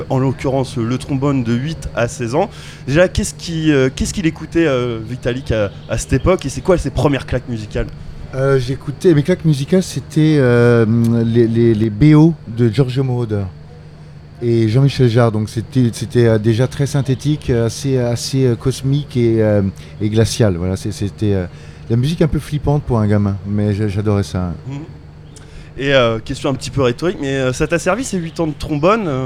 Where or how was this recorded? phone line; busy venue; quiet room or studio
busy venue